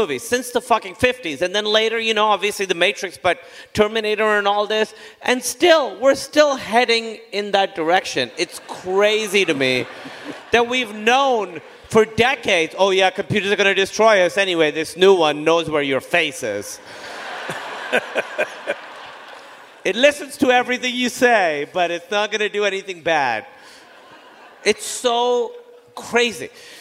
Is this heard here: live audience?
yes